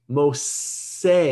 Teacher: But when the name comes through from the Greek into the Latin, into the English, you lose the SH because Greek does not have an SH sound. It doesn't exist in Greek.